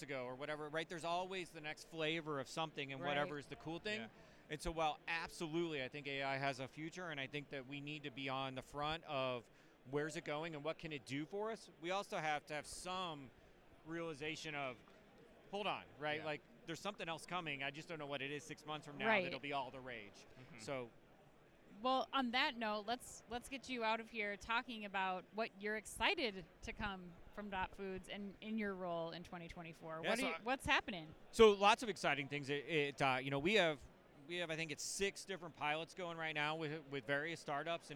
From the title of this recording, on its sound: Live From Manifest 2024